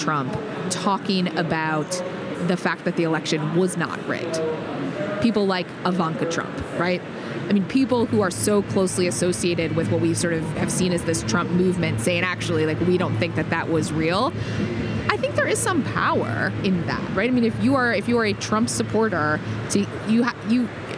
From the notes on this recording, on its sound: join live from the Collision Conference in Toronto Canada